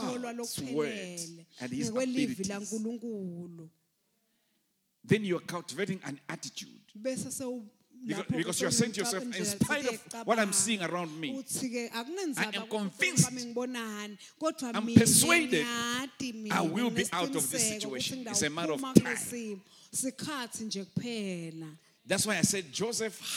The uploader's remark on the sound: Recorded Live at the Apostolic Hub, in Mbabane, Eswatini on Sunday March 20th.